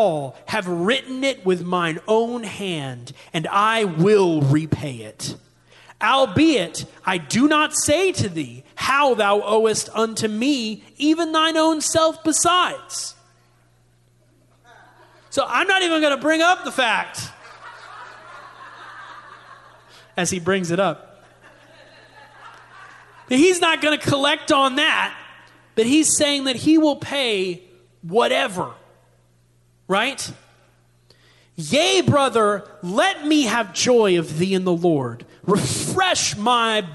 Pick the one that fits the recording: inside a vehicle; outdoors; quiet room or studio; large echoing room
large echoing room